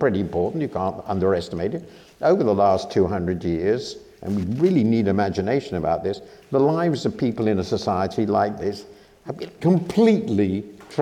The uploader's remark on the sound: This episode brings you part one of our live event, System Error: Should We Fix Capitalism or Abandon It?